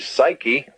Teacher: Psuche, we get our word psyche, and we usually drop the P sound in English. We say psyche, but in Greek you would say psyche, psuche.